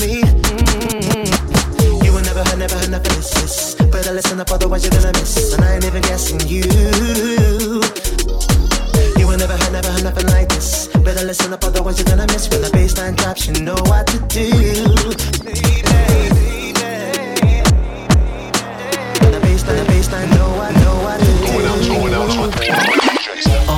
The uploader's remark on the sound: Originally broadcast live on July 11, 2016 from the storefront of The Late Late Bar on Houston Street in New York City. Special guest DJ set.